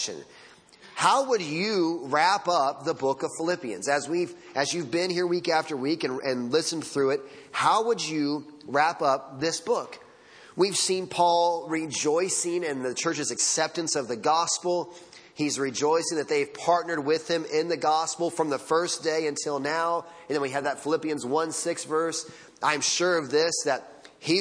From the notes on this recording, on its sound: Sunday Morning Sermon Audio